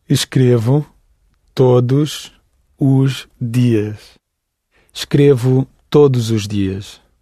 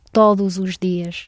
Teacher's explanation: So the S at the end of todos becomes Z as you run it into the os.